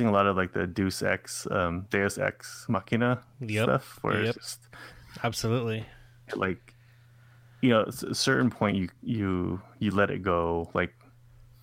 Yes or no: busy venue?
no